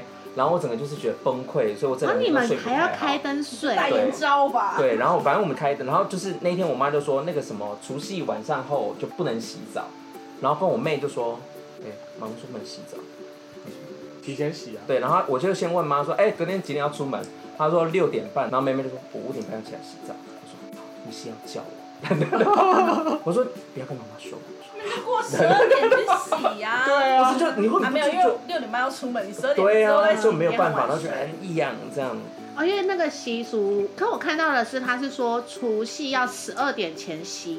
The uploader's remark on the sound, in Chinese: 抱歉這次沒顧好，錄音環境噪音有點多